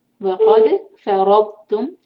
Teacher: ضاد پر یہاں قلقلہ نہیں ہونے دیں گے